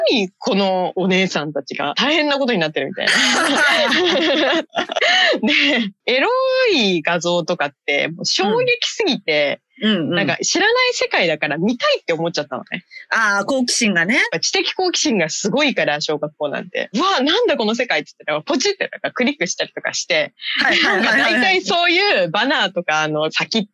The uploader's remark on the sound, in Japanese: 今週もリモート収録です。